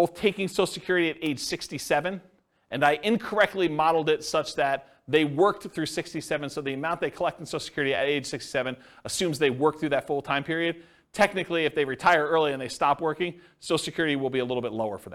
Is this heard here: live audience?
yes